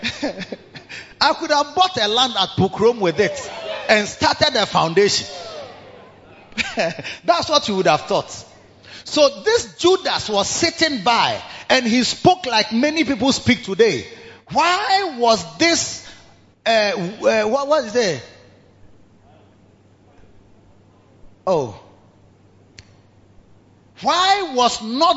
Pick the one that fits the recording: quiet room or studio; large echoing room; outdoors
large echoing room